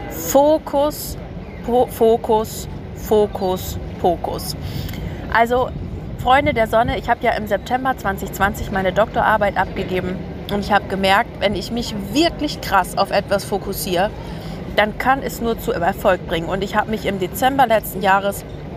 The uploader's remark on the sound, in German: Eine Folge aus Venedig. Die ich an meinem Geburtstag direkt am Meer in Venedig aufgenommen habe. Das Ganze habe ich Tiramisu essend und Cappuccino trinkend am Wasser für Euch aufgenommen. Diese herrliche Atmosphäre und Vibe kommt so in der Folge rüber.